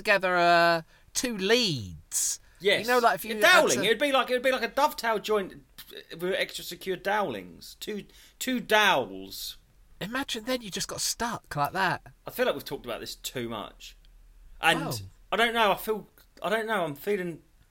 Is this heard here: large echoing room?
no